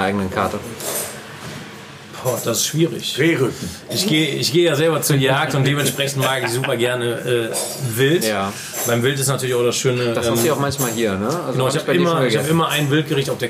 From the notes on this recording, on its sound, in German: Zu Gast in der Brasserie Stadthaus. Sprechen wir in der wunderschönen Brasserie Stadthaus.